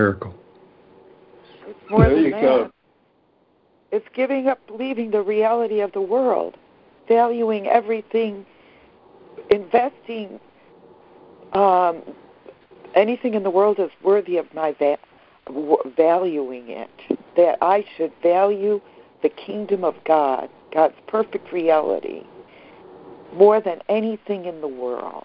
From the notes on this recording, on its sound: ACIM Daily Conference Call